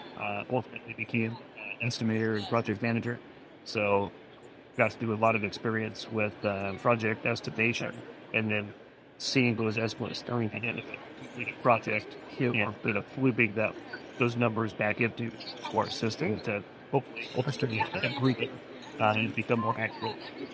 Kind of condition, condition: fault, background noise